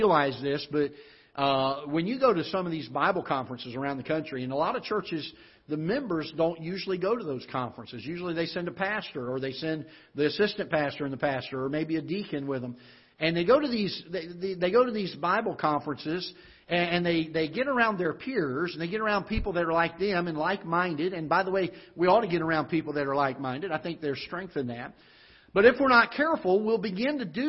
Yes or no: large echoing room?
yes